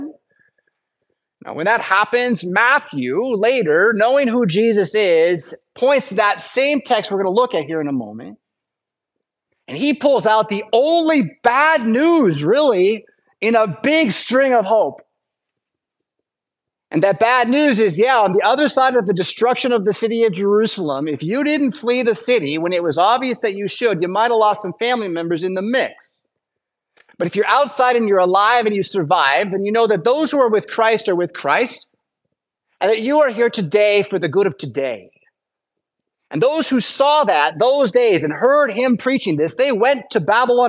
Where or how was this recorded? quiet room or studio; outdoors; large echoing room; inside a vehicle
large echoing room